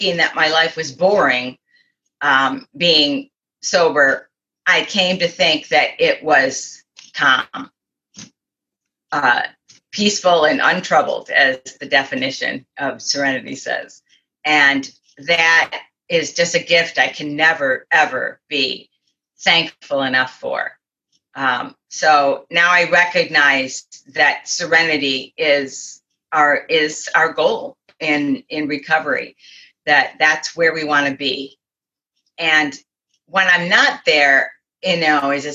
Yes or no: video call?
yes